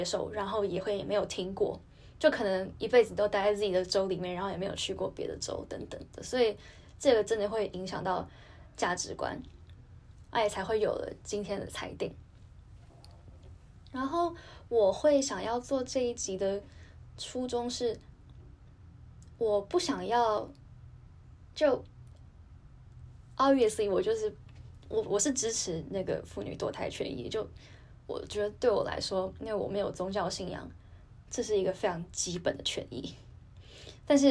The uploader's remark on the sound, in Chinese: 本集節目暫由手機錄製，音質較差